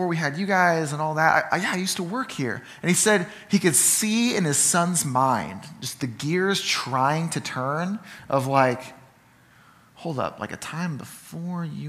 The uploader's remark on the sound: Sermon from Ninth Street Christian Church